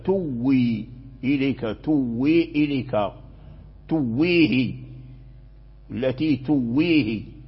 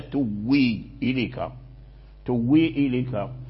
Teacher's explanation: أبدلوا همزة تؤوي وأبدلوها واو وأضغموها في الواو فأصبحت واو واحدة مشددة، تؤوي إليك، تؤوي إليك، تؤويه التي تؤويه، فأبدلوا الهمزة واو